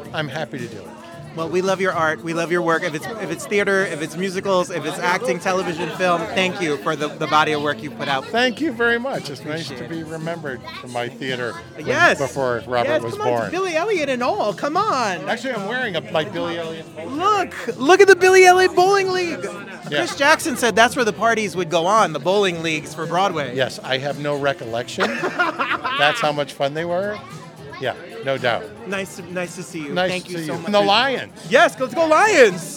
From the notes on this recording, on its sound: Live on the red carpet!